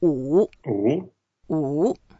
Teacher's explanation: it's a third tone, so when we pronounce it, we go down first and then up.